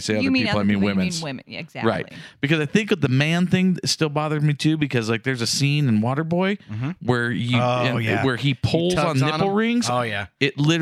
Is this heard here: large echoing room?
no